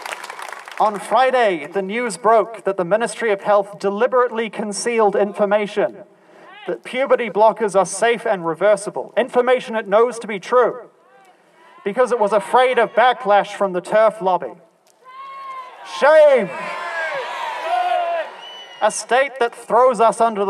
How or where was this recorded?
outdoors